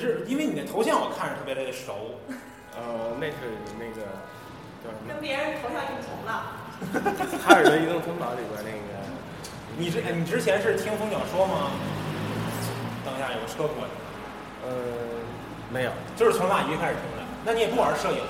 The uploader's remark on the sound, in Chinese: 周年聚餐的茶余饭后。本期节目音质渣渣，不时伴有汽车和女人闲聊等噪音。